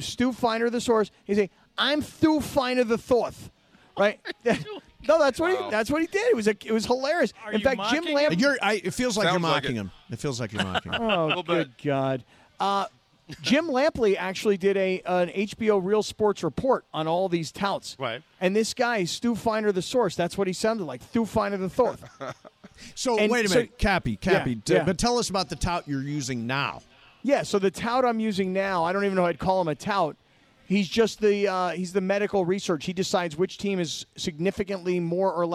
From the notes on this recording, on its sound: We go live to Dodger stadium!